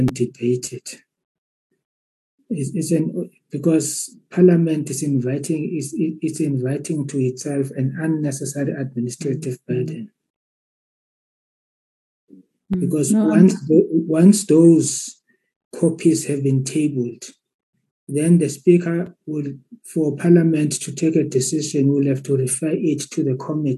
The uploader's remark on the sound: Virtual meeting Platform.